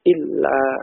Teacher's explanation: Bacaannya idgham masuk ya illa, kemudian penulisannya pun juga dirangkai menjadi seperti itu illa ya, tanpa nun ya, jadi langsung ke lamnya yang tasydid